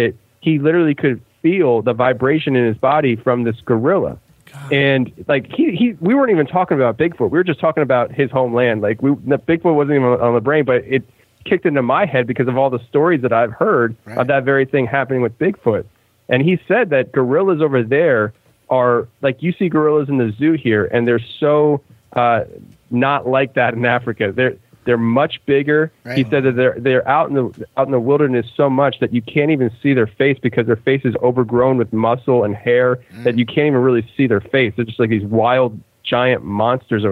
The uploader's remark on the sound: call into a live radio show